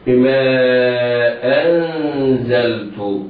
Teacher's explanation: آمنوا بما أنزلت، مد منفصل مقدار مده 4 حركات. بما أنزلت، النون بعدها زاي فحكمها الإخفاء الحقيقي. انظر تجد أن النون لم يوضع عليها علامة ضبط، ليس عليها سكون، والزاي التي بعدها مفتوحة.